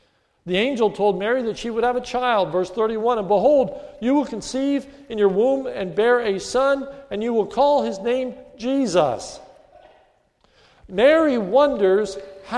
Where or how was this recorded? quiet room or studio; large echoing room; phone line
large echoing room